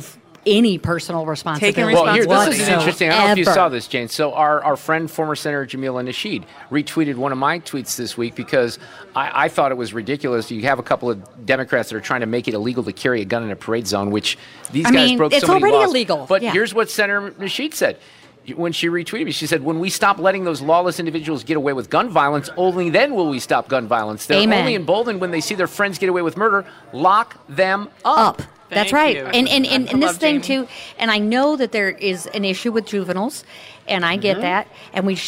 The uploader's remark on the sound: Live from the Knights of Columbus at St. Joseph's Pezold Banquet Center in Cottleville with a live Roundtable.